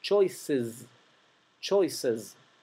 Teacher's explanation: La palabra choices, la E final de choices, elecciones, se pronuncia casi como una I. Y fíjense que la C se pronuncia como una suave, pero la S final se pronuncia como una S zumbada.